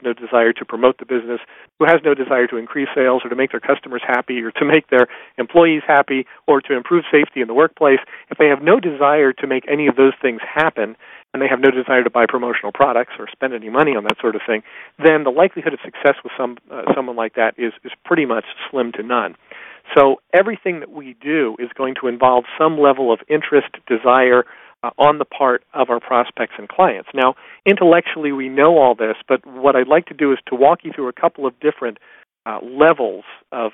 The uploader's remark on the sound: In this excerpt from a live Top Secrets teleconference